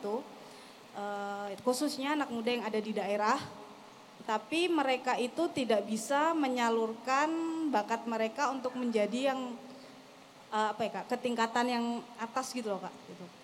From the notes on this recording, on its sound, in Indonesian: Special Live On Stage di Kota Solo. Kita hadir di Puro Mangkunegaran, Surakarta.